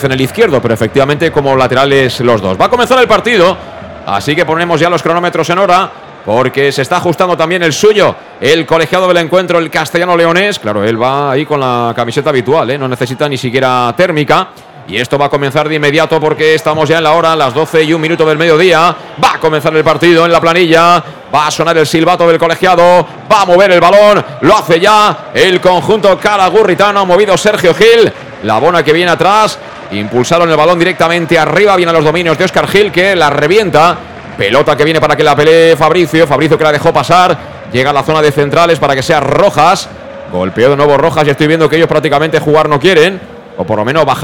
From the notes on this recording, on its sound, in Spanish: Transmisión en directo desde el estadio 'La Planilla'